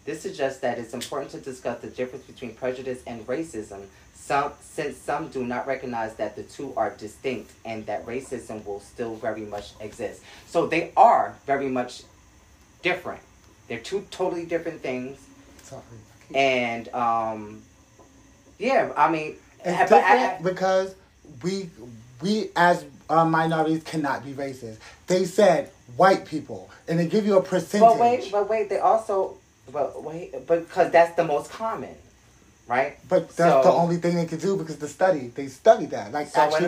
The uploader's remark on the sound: Didn’t plan on recording…just took out my phone and started